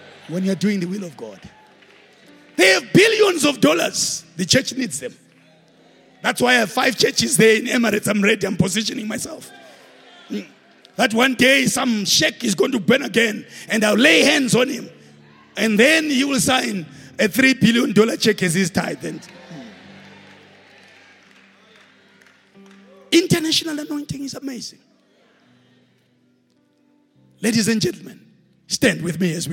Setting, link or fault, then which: setting, live audience